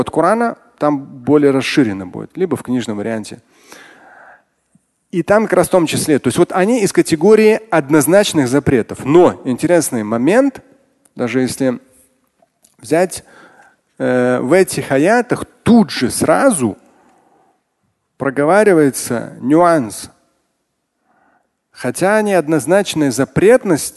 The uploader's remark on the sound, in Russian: Фрагмент пятничной лекции. Отвечает на вопросы из зала.